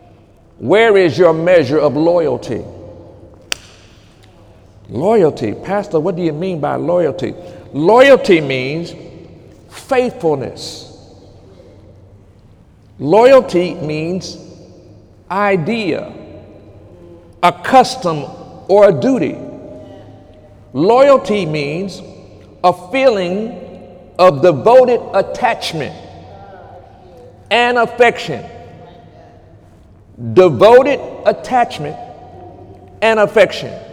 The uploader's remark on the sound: During Sunday morning service on June 24, 2018